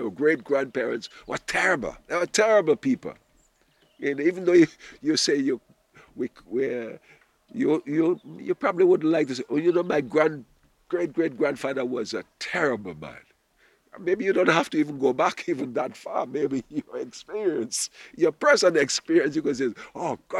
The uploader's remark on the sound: Audio from a sermon in Watford Peace Garden